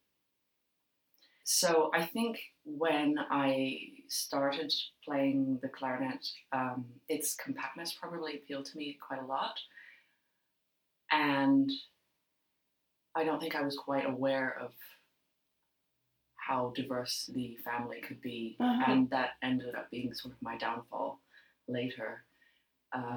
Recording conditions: poor sound quality